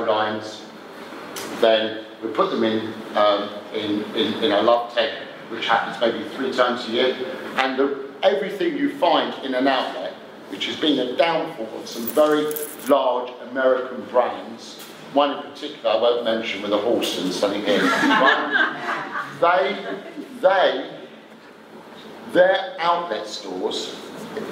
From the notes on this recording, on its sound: a 'live' Q &